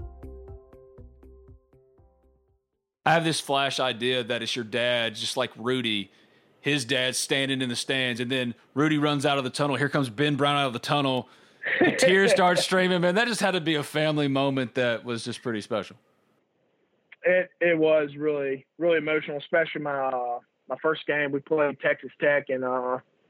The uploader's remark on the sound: on the Modern Woodmen phone line